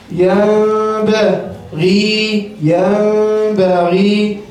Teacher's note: نون ساكنة منقلبة لميم مخفى عند الباء المفتوحة بغن حركتين · Term: الإقلاب